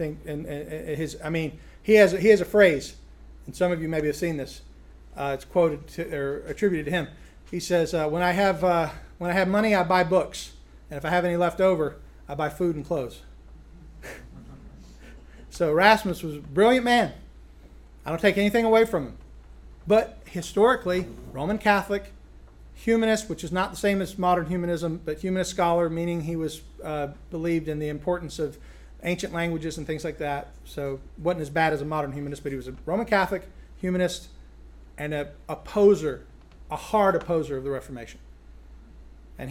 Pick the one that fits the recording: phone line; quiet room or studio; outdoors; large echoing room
large echoing room